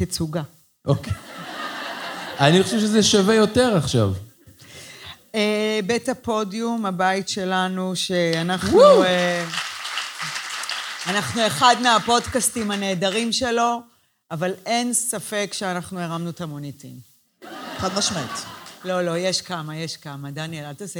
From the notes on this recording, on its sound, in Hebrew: פרק לייב - הגרסה המצונזרת.